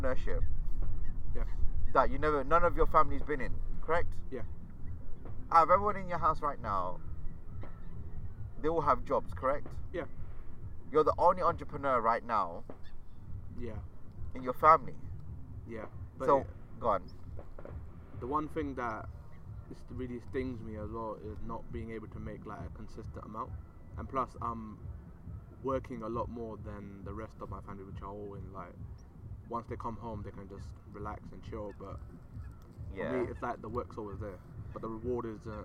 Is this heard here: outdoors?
yes